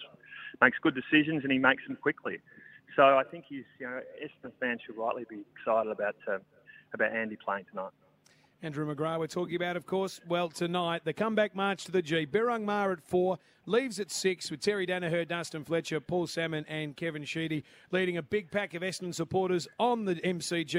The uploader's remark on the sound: Live from the Australian Grand Prix